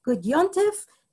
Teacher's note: we see this elision of certain mems into nuns with a few other words